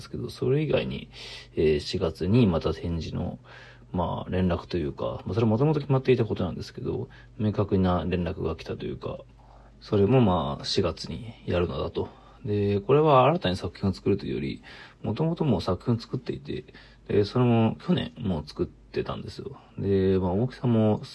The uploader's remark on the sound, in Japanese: From Radiotalk。ボイスメモです。